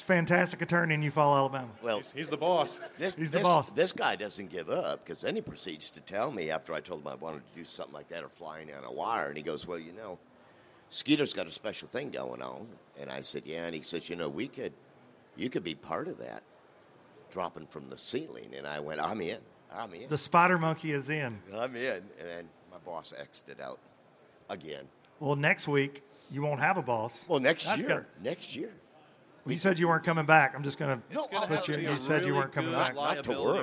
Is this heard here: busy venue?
yes